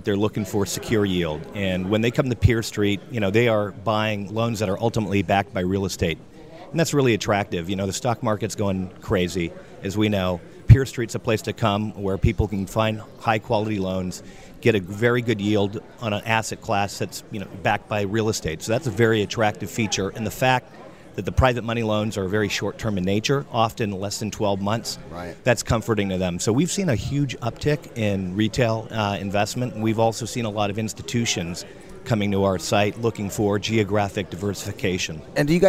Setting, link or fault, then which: setting, busy venue